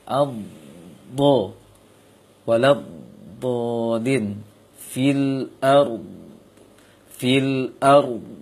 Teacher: Makhraj dot, dia hurufnya huruf dot, yaitu ujung sisi lisan kiri atau kanan. Itu secara makhraj, ujung lisan kiri atau kanan.